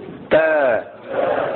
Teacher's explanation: زبان کی نوک اور ثنایا الیا جو ہے اس کی جڑ آتی ہے